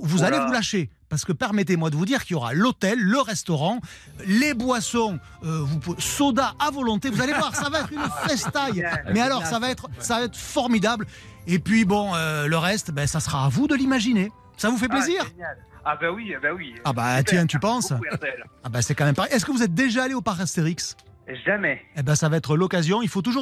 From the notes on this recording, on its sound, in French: En fin d'émission, le gagnant appellera en direct un auditeur.